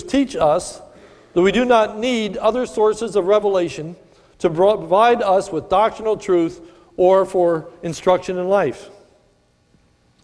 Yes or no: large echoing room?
yes